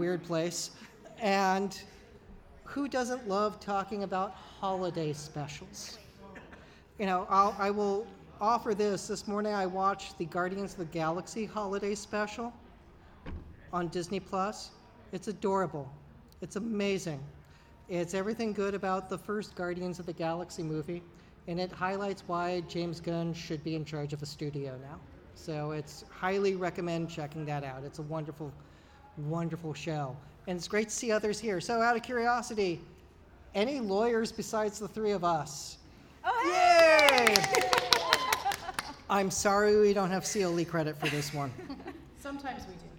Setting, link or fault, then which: setting, live audience